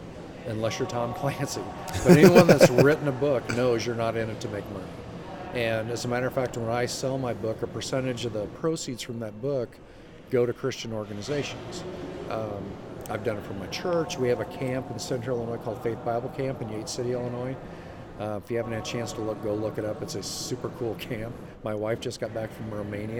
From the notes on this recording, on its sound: LIVE from CPE 2022!